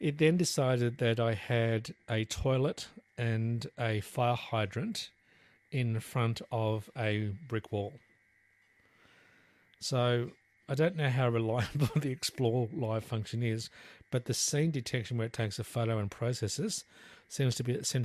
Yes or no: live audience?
no